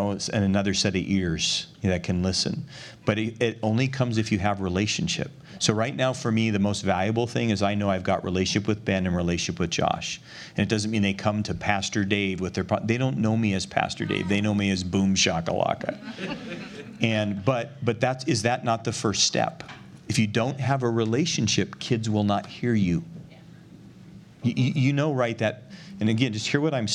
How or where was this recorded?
live audience